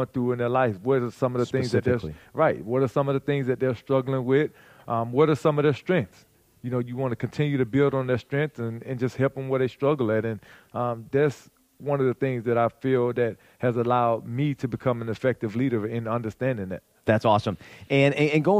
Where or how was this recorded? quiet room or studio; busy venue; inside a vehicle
busy venue